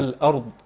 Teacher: هنا كلمة الأرض كذلك في الآية السابقة، حين نقف على هذه الكلمة عندنا الهمزة شديدة والراء متوسطة والضاد رخوة، يعني أيضا تنازلية في الصفات، لكن نراعي هنا إسكان الراء جيدا مع تفخيمها، ونراعي إعطاء حرف الضاد الاستطالة. الاستطالة ورخاوة كمان، لأنه أفت عليها ضاد مرخوة يعني.